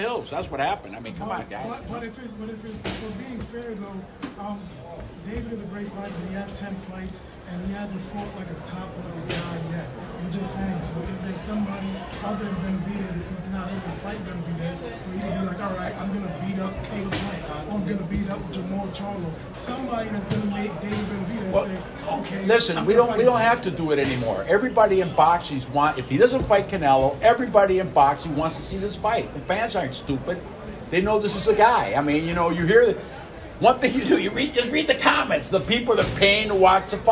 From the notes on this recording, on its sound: In the press conference at the Armory. The high-energy, multi-lingual post-fight press conference, presented in its entirety by the Minnesota Fight Night podcast.